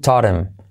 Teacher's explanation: Saltamos la H y hacemos la I como E. Y la T de taught se convierte en R suave.